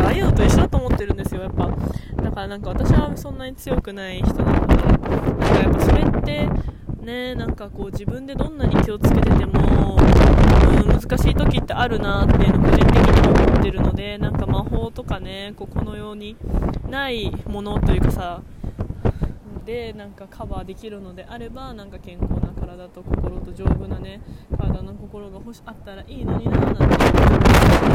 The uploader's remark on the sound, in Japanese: From Radiotalk。友達を待ちながら外で収録したので風の音がうるさいです…すみません。